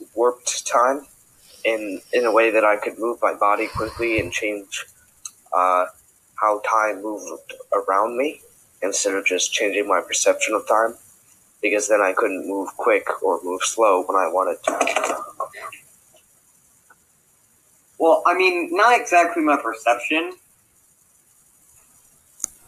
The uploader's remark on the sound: We apologize for poor recording quality, and hope to fix it next time.